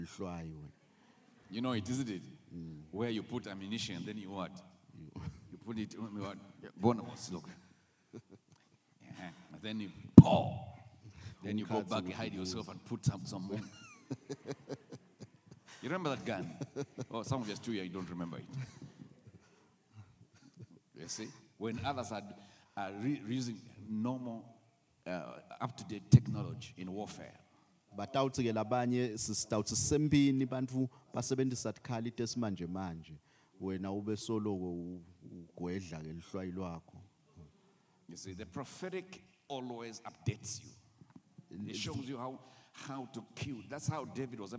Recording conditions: live audience